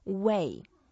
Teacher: it's the fourth tone. So we go down, Wei. And that means to defend, to protect.